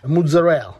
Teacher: the dialects sometimes cut off or soften the last vowel in the word